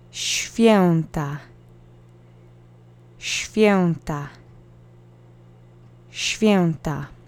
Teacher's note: Note that the W should make a V sound, but SHV is incredibly hard to say, so in natural speech it gets softened to a SHF sound, like an F. · The accent is on the first syllable.